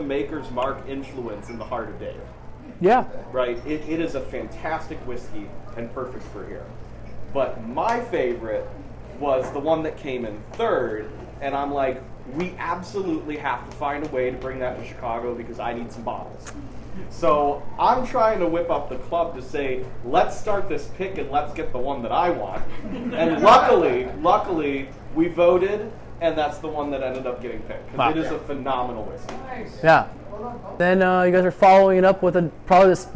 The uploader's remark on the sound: Live from the world’s best whiskey bar, Delilah’s, I record a Drammers - Chicago whisky event.